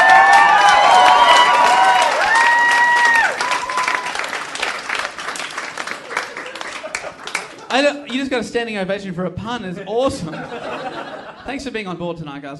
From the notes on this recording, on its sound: Recorded live in Melbourne.